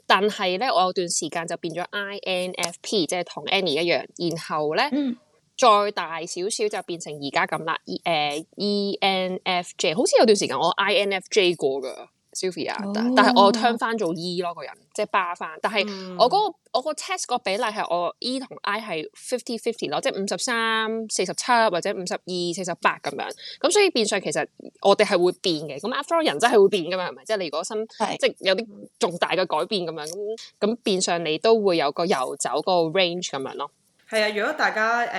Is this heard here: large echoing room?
no